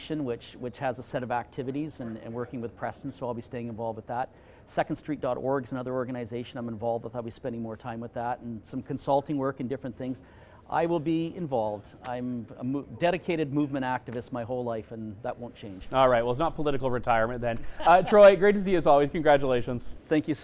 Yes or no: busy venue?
yes